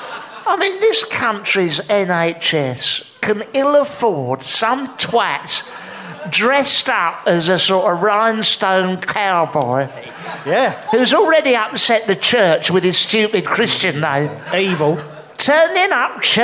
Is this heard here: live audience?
yes